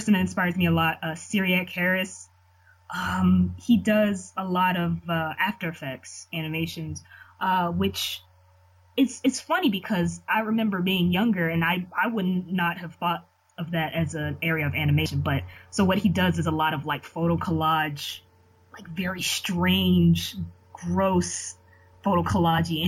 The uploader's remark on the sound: The audio quality is a little crunchy on this episode, but we cleaned it up as much as possible.